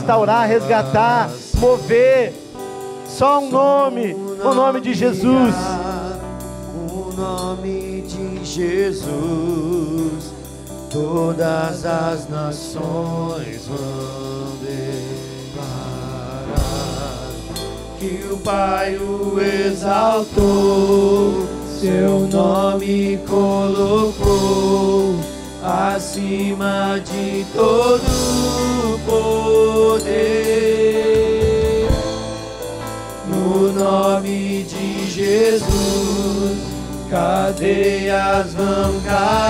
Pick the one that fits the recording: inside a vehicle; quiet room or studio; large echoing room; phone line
large echoing room